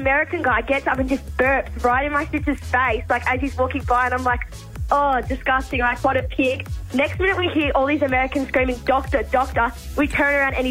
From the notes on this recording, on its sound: phoned